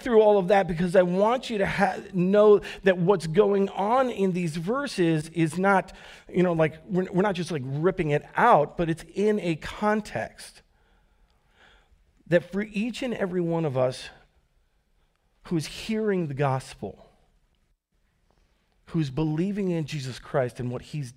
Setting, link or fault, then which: setting, large echoing room